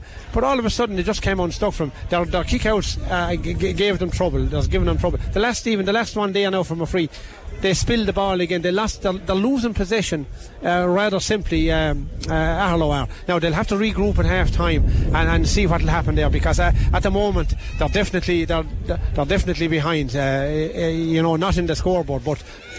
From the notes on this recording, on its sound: LIVE Commentary. Listen back to Tipp FM's coverage of the 2023 Tipperary intermediate football championship final replay.